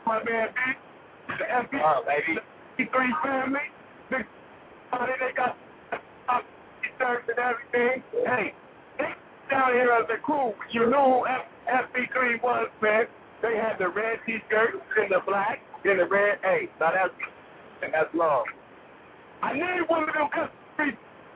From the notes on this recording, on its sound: Live from the Floor of the Bronner Bros Show.